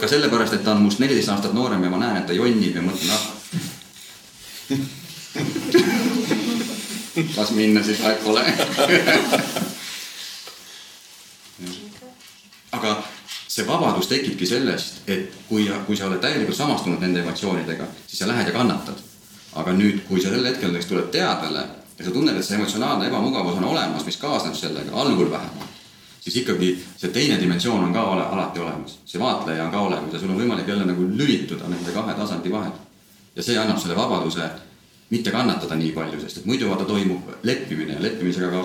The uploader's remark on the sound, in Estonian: Seekordne saade on salvestus meie järjekorras teiselt live-podcastilt.